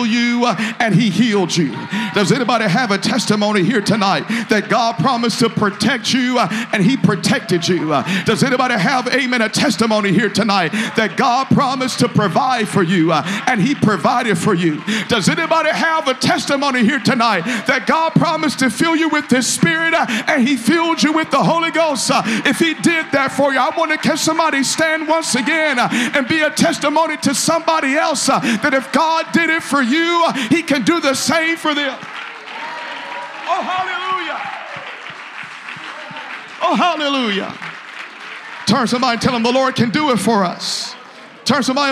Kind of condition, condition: setting, large echoing room